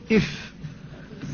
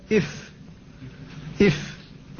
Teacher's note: فهي من باطن الشفة مع أطراف الثنايا العليا، يتصل اللسان بذلك المكان فتقول إف، ترتفع فتكون من باطن الشفة العليا مما يلي الثنايا العليا إف إف. · Term: الفاء